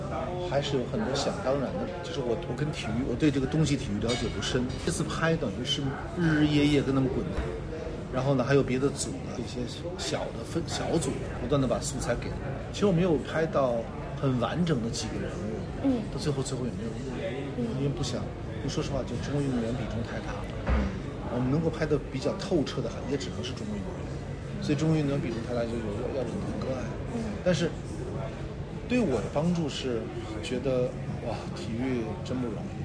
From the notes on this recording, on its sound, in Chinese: 本期节目录制于2023年第76届戛纳电影节现场